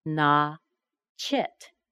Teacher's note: We can connect the T with the Y and we get, not yet. Not yet. Sometimes people have a hard time understanding that when English is their second language.